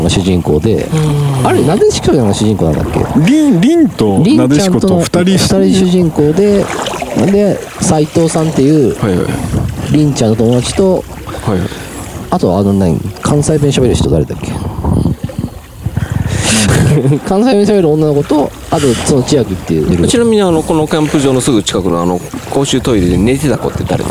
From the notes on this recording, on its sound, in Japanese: 収録場所 洪庵キャンプ場 （山梨県 本栖湖）。今回は、関西圏を飛び出し旅行先の山梨県本栖湖の。ゆるキャン△の聖地、洪庵キャンプ場で収録致しました。富士山が奇麗に見える本栖湖で。